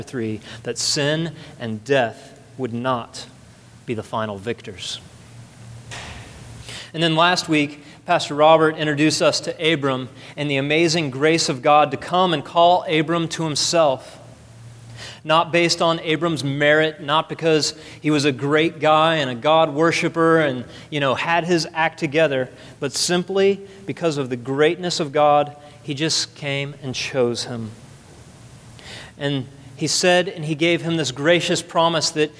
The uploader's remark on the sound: at the second service of Redemption Hill Church